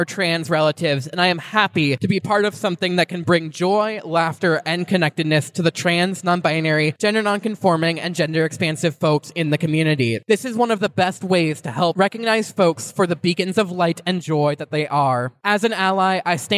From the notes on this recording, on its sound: We were invited to record live at Trans Day of Visibility in Duluth on March 31, 2023.